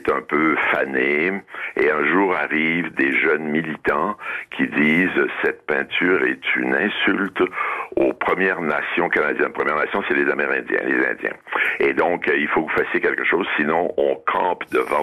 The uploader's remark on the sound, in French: était au téléphone des Grosses Têtes ce 21 novembre.